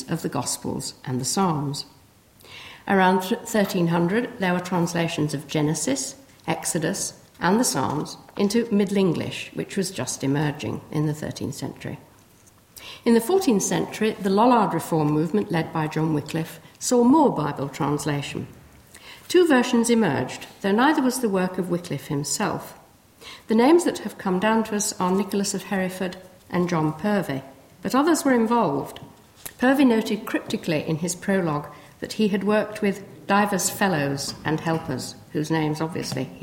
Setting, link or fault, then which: setting, large echoing room